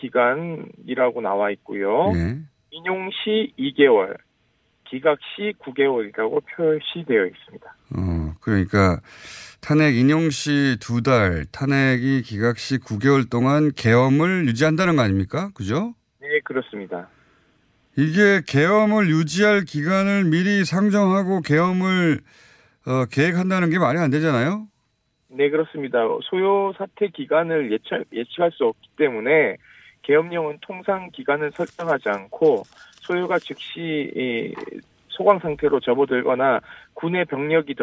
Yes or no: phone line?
yes